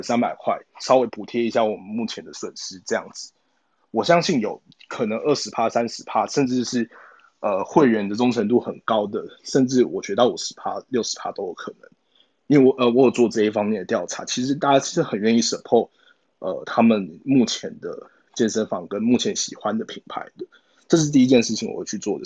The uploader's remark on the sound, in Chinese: 疫情的關係，我們採用 ClubHouse 的方式錄音。有一些不清楚或雜訊的部分，還請大家多多包涵見諒。